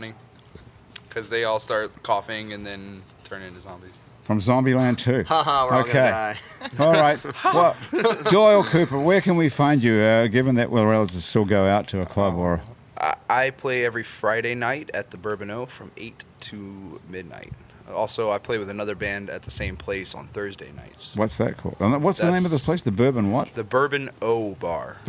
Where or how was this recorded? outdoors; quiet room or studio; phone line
outdoors